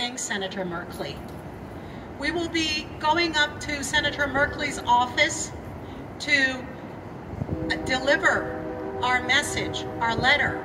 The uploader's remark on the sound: I don't believe there were any members of the press present at the press conference, although all of the local outlets were contacted by the organizers. I was providing the sound, so I hastily decided at also record the press conference with my phone, since no one was recording the event with anything fancier than that.